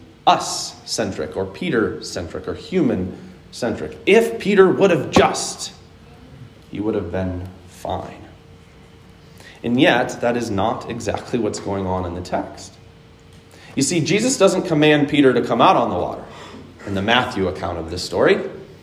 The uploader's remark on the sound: Today's word of encouragement comes from a sermon I preached on 6/20/21 at Hope Evangelical Free Church.